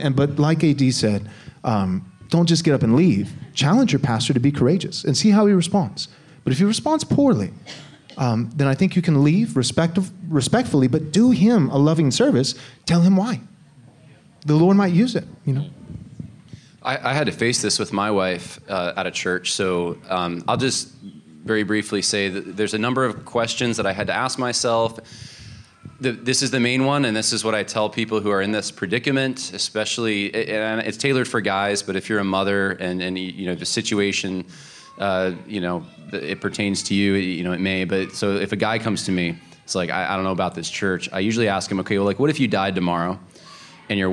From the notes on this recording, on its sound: Answer questions submitted by a live audience during our 2022 conference called “Resisting Tyranny and Wokeness."